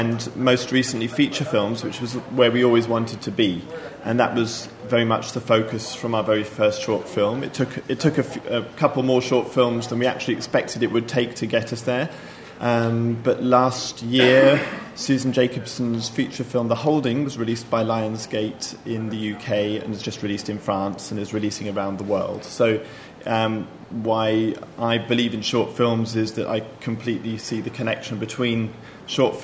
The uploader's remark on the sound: Presented by the London Film Academy. Recorded at the BAFTA Rushes Soho Shorts New Filmmakers' Market in July 2012.